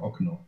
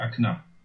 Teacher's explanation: Aber die Russen sprechen das O wie ein A aus. · Shown in: second take